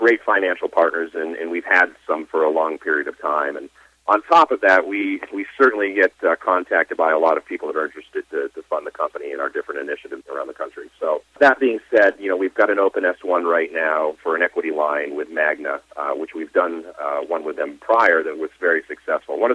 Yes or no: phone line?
yes